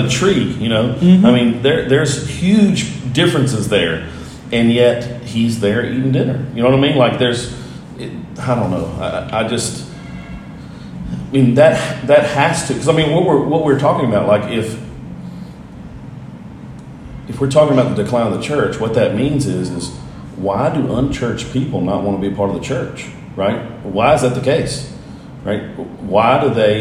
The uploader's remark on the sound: This conversation was recorded on an iPhone in the Dominican Republic.